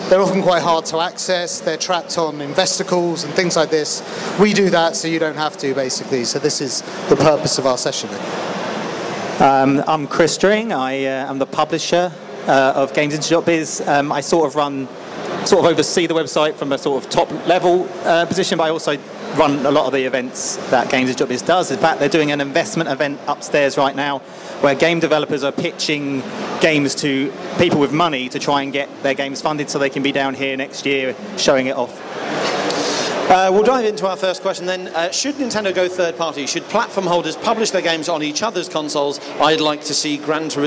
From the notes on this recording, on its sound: Recorded live from the show floor of EGX 2019.